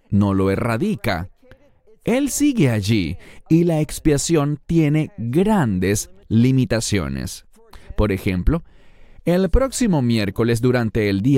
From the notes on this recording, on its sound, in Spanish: Este video fue grabado en un templo católico en Inglaterra